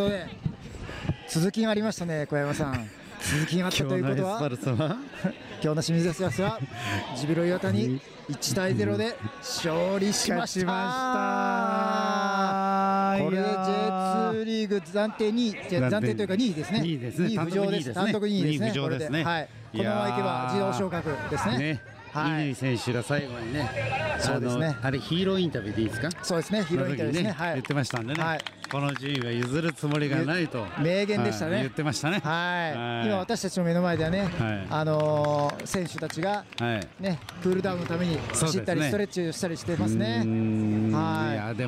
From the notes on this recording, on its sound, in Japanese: 清水エスパルスとジュビロ磐田の静岡ダービーの試合会場から収録！